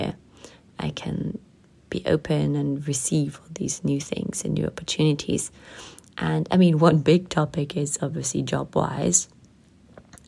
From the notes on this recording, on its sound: The technical set up is still not the best and out of emergency I recorded this episode with my phone.